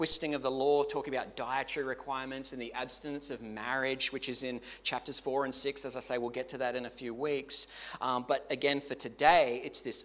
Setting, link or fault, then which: setting, large echoing room